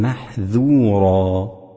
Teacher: فأمر الناظم المجود بتخليص انفتاح الذال